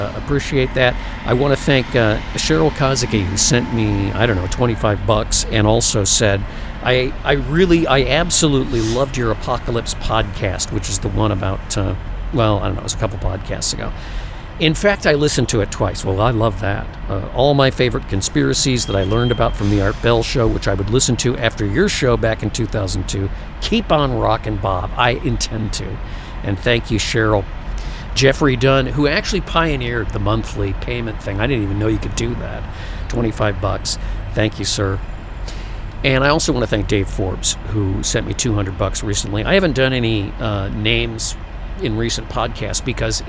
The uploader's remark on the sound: it’s time for a podcast live from the Love’s